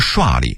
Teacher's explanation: 这个刷字要读刷的去声